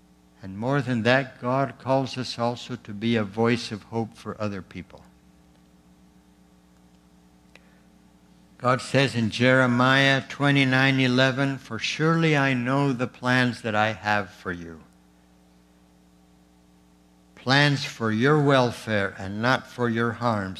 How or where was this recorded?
large echoing room